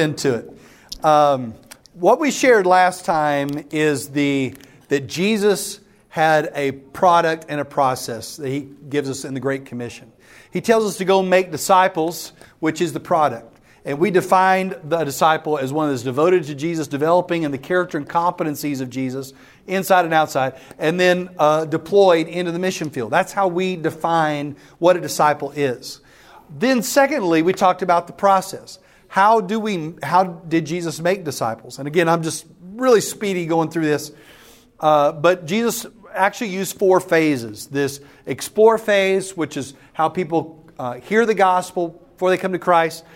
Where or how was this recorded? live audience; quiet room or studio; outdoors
live audience